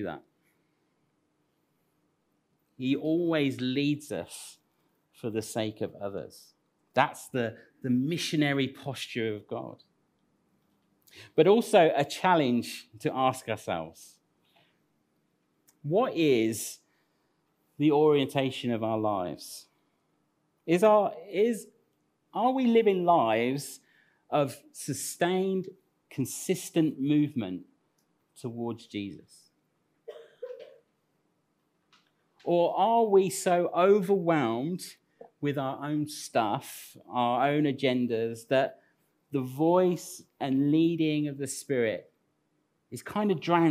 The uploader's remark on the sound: Recorded at Central Vineyard, 42 sheet street, Northampton 28th Nov 2021